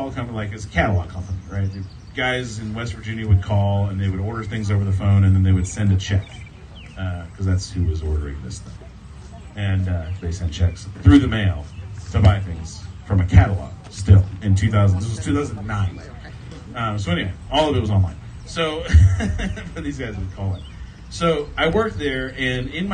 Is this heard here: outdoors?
yes